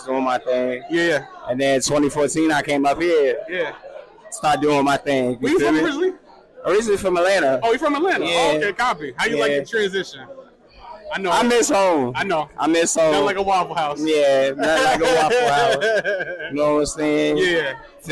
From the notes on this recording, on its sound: live at the Tunage Showcase